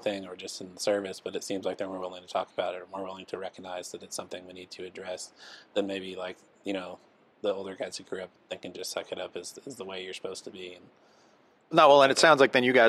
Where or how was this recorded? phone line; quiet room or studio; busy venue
busy venue